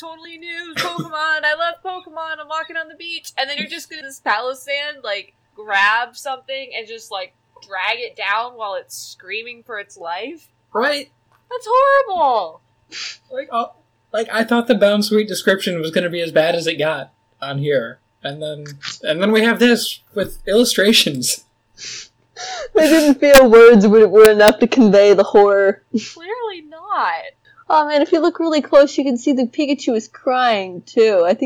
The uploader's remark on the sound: Apologies for the audio this week. I let the auto tools in audacity loose instead of doing everything myself. The end result is a rather manically paced episode with a number of sentences cut off.